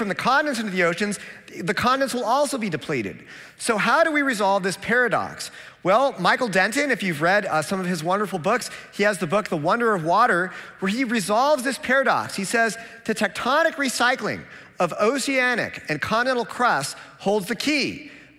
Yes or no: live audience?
yes